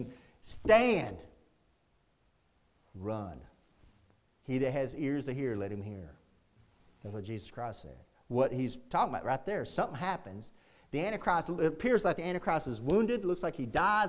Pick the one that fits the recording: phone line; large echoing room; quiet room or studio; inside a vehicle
large echoing room